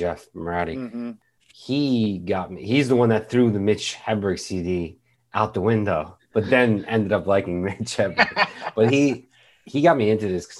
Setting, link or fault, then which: link, video call